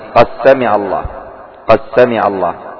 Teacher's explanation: قرأ أبو عمرو وحمزة والكسائي بإدغام الدال في السين